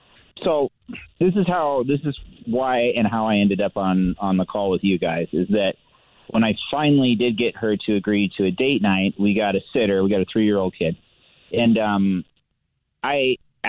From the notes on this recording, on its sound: A Phone Prank